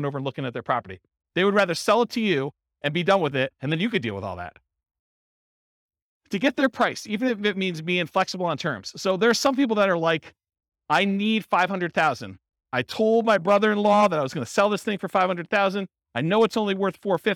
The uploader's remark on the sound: This was a live class recorded